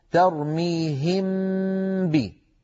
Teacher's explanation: صوت الميم هم بي مستقل تمام الاستقلال عن صوت الباء، هم هذه ميم، بي هذه باء، الميم ميم والباء باء، إذن هذا يشبه الإظهار. · إذن الإخفاء فيه شبه بالإظهار من حيث إن صوت الميم مستقل تمام الاستقلال عن صوت الباء، وفيه شبه بالإدغام من حيث إن المخرج يرتفع عن الميم وعن الباء ارتفاعة واحدة مشبها للإدغام، ولكنه أيضا مخالف له لأن الميم لم تتحول إلى باء.